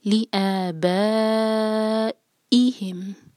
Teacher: با اس پر مد ہے تو ہم اس کو چار حرکہ کھینچیں گے